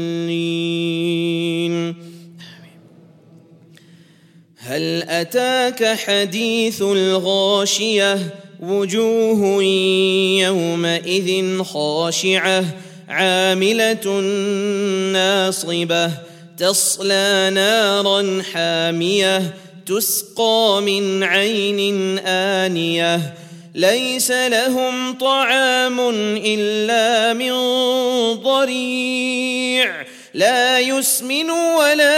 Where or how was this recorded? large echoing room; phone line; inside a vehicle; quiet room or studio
large echoing room